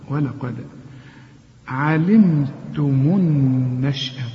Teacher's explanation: القاف هي المفخمة الدال هنا لازم تقلقلها